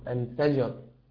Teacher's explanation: كلمة الفجر فخم فيها الراء مع القلقلة، لأن حرف الجيم يا أخي الحبيب كما نرى جميعا ساكن، وما دام ساكنا فلا بد وان تاتي فيه بالقلقله.